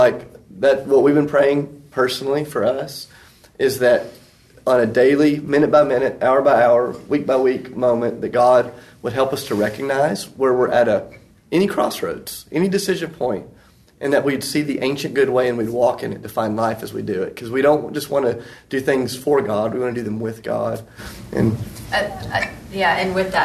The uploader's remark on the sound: recorded at the National Disciple Making Forum